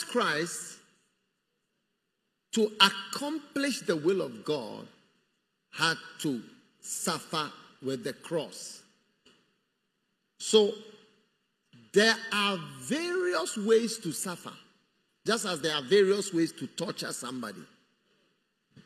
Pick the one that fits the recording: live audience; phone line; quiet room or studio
live audience